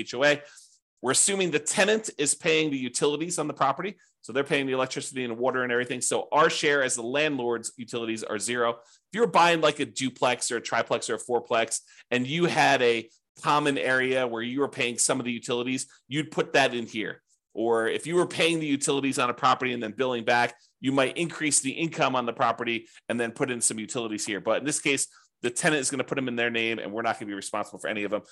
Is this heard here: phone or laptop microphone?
no